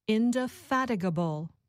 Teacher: the stress is on the third syllable